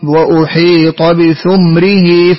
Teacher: نأتي لأبي عمرو الذي يضم الثاء ويسكن الميم